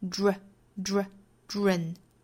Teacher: 我们可以在织毛衣的织这个基础之上呢去加一个小小的 r 的卷舌